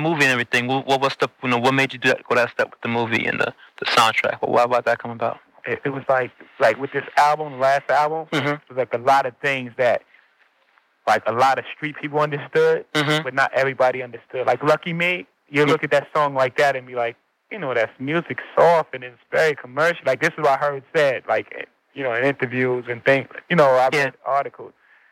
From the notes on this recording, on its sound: The recording is from a call-in interview from my famed Time Travel Radio show. Time Travel Radio was on the air on WNUR 89.3 Evanston-Chicago.